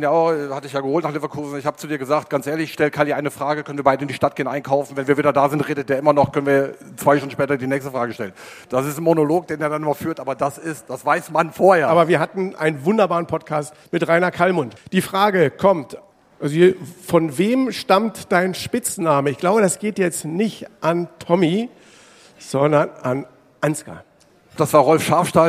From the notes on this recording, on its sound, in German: Kickerherz Live! Podcasten vor Publikum im Designer Outlet Ochtrup im Grenzgebiet von NRW zu Niedersachsen. Ist halt Live!